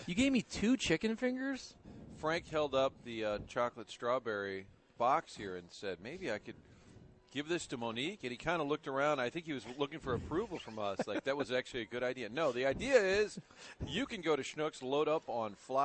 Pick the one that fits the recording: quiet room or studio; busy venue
busy venue